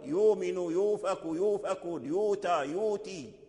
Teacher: فذهب ورش إلى التخفيف وهو أبدل الهمزة واو، يؤمن يوفك يوفك يوتى يوتي، هذا البدل كله للتخفيف.